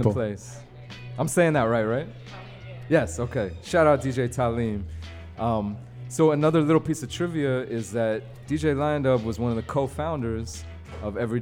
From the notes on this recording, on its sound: Originally broadcast live on April 4, 2019 from the storefront of Kinfolk 90 in Williamsburg, Brooklyn, New York City. Broadcast live on WAXX.fm.